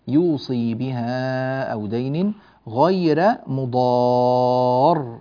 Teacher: الراء هنا مرققة لأنها مفتوحة وقبلها ياء ساكنة